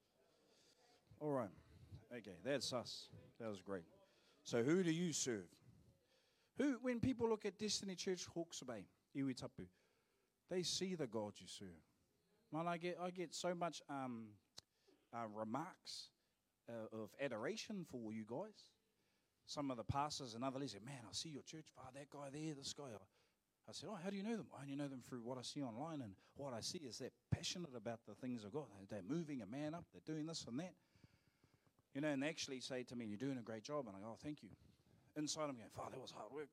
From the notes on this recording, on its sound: Live From IwiTapu Destiny Church Hawkes Bay